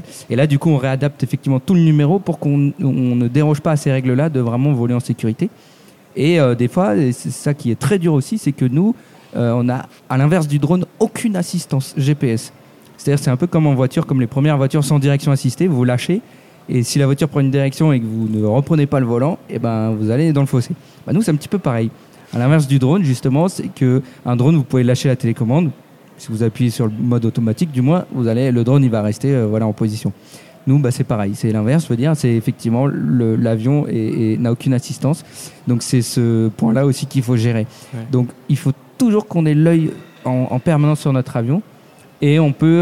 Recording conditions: live audience